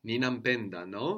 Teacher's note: we have mu for him or her, and that becomes an M before a consonant